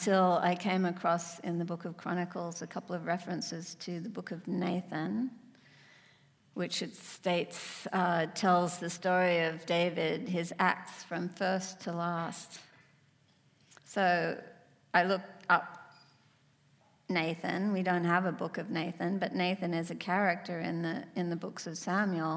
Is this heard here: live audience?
yes